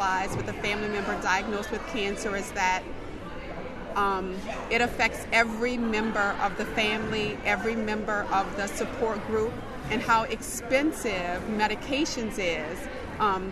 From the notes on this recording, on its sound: WWNO’s Listening Post project set up digital recording stations in Mid-City, Gentilly, a health care fair in the Tremé, and a senior citizens meeting at the Harmony Oaks housing development in Central City to hear some local voices on health care issues.